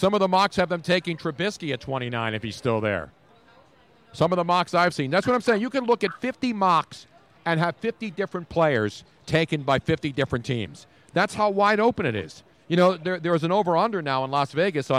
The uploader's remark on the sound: We were LIVE from the #NFLDraft2017 Philadelphia. 6 hour Draft Fest LIVE from the Draft Headquarters in Philadelphia.